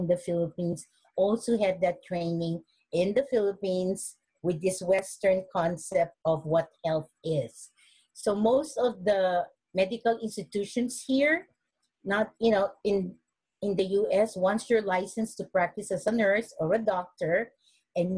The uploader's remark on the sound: originally hosted as a webinar and recorded in May of 2020